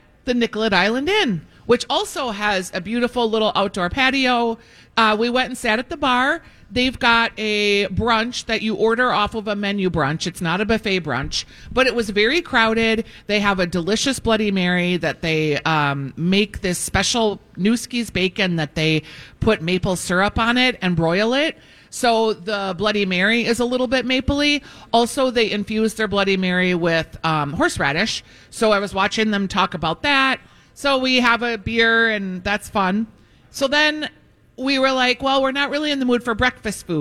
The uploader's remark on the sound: Live at Potluck! Broadcast live from Potluck at the Rosedale Mall!